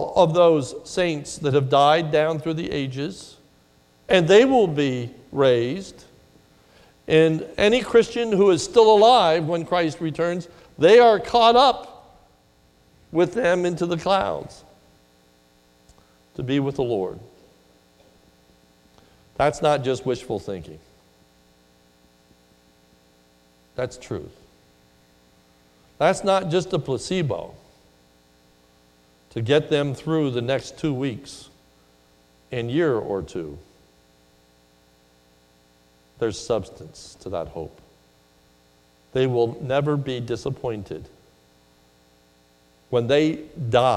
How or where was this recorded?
large echoing room